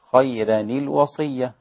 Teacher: رقق الراء الإمام ورش، خيرا الوصية هكذا